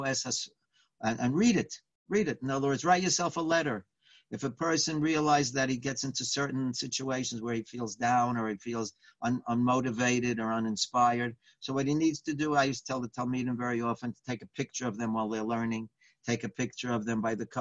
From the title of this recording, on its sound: Live On Zoom